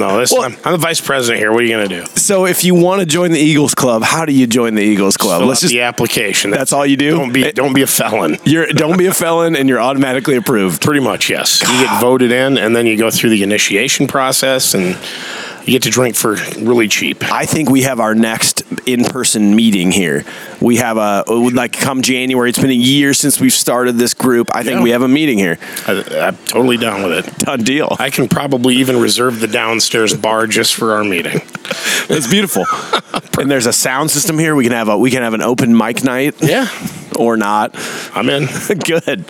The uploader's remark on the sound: Live from the Eagles Club.